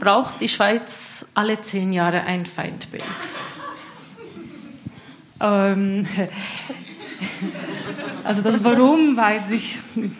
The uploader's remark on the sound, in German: 1. Teil der öffentlichen Podiumsdiskussion über Antibalkan-Rassismus.